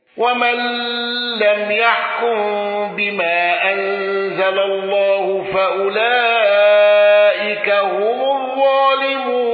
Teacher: حمزة بالسكت على المد المنفصل والمد المتصل